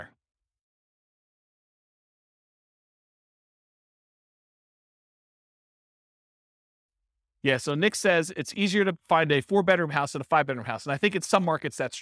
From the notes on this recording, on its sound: This was a live class recorded.